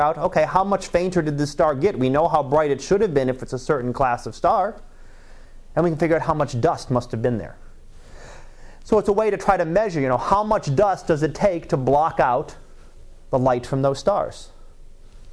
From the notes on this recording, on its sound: Live Class Lecture.